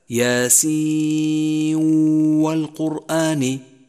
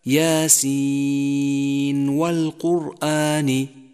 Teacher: نخالف قاعدة الإدغام ونظهرها · Shown in: second take · Term: الإظهار